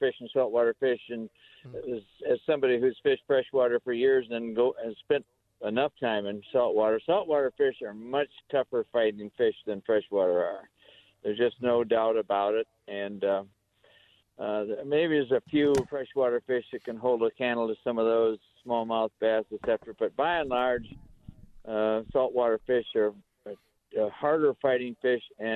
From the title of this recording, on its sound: live from the fishing opener